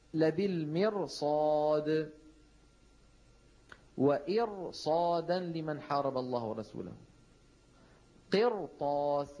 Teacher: كل هذه الأمثلة فيها راء ساكنة قبلها مكسور بعدها حرف استعلاء غير مكسور، لذلك تفخم الراء قولا واحدا